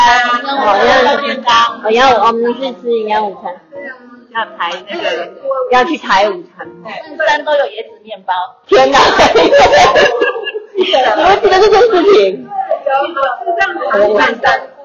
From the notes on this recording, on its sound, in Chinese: 第一次以多人聊天式的錄音 結果聲音不太理想 還是硬著頭皮上架。